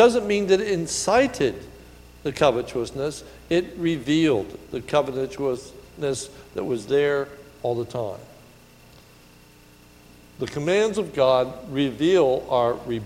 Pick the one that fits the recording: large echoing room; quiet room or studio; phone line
large echoing room